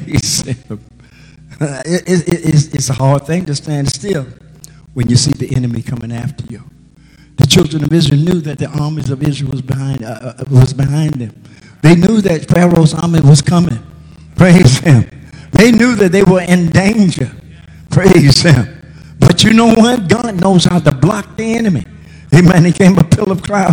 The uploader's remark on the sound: GAC Sunday Morning Service.